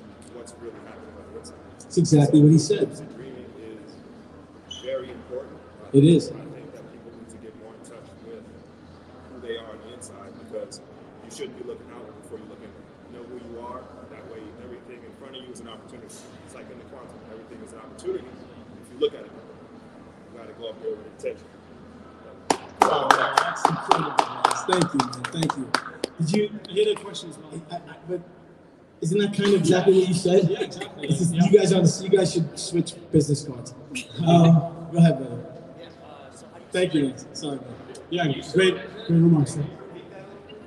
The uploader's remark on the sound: a conversation from January 2022 recorded at The Hugh in Midtown hosted by CryptoMondays